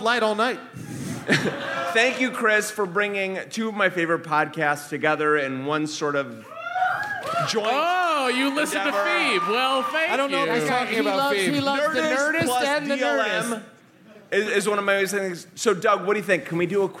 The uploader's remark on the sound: It's the Nerdist live from the Twin Cities!